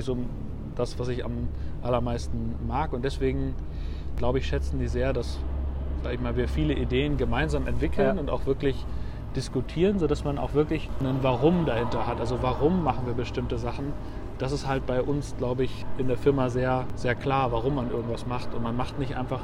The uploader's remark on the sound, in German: Auf einen Spaziergang